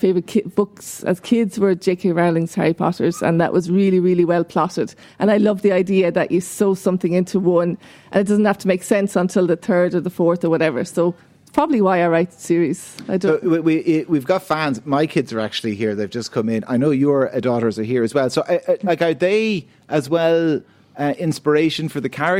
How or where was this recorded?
busy venue